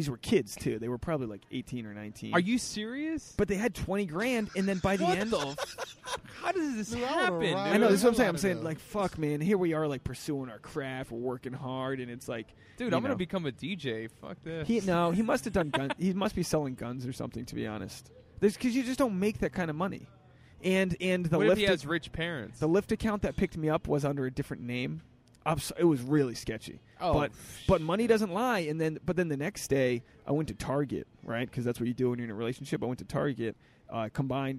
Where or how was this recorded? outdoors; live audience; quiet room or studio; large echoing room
outdoors